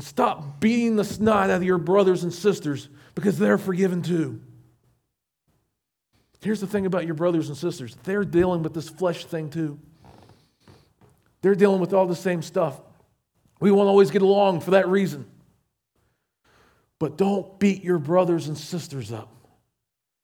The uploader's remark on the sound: Recorded at Shenandoah Valley Baptist Church.